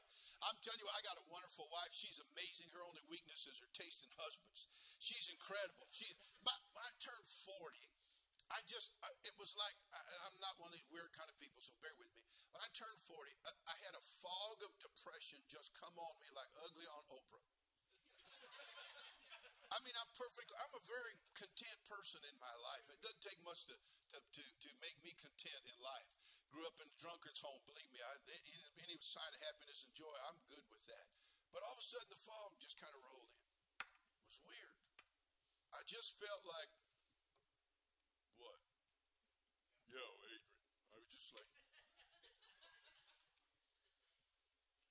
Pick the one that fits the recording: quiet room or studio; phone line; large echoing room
large echoing room